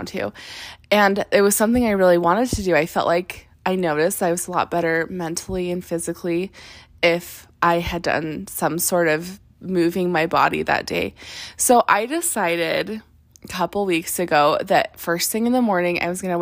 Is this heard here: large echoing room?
no